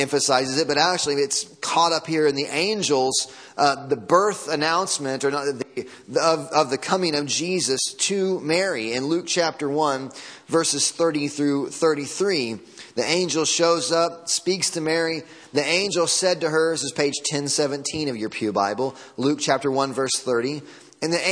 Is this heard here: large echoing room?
yes